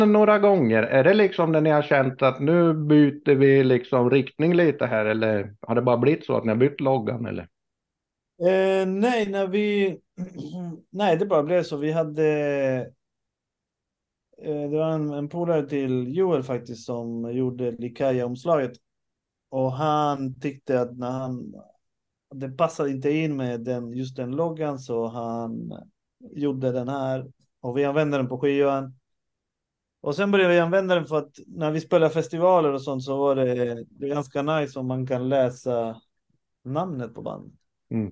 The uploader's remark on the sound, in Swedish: samtalar på Zoom